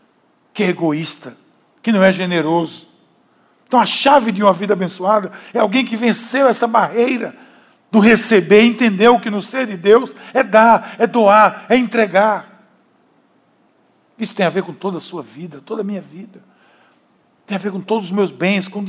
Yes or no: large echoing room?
yes